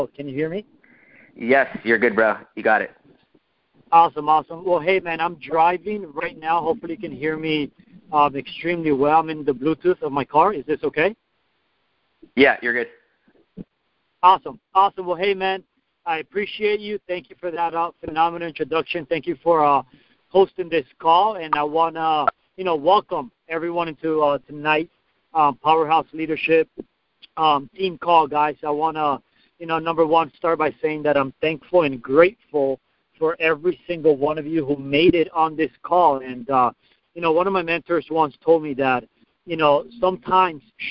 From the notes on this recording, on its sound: PowerHouse Network Leadership conference call.